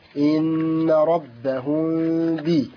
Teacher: ميم ساكنة مخفاة بغنة حركتين في الباء المخفاة بغنة حركتين عند الباء المكسورة إن ربهم بي هاء كسرة